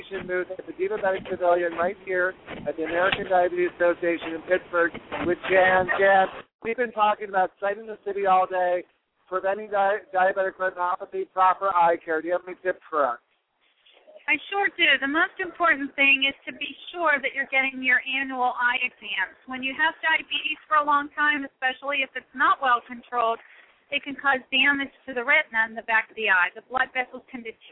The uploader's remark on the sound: broadcasts live from the American Diabetes Association Expo, in Pittsburgh, PA.